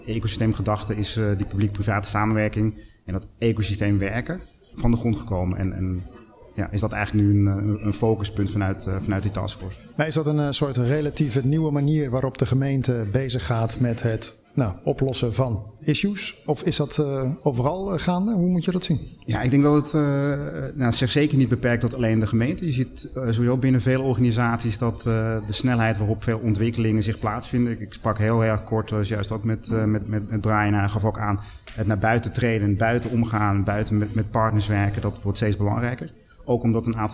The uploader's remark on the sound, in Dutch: Een van de events op de Floriade Expo-terrein. Een live-radioprogramma vanuit de Green Innovation Hub in The Natural Pavilion.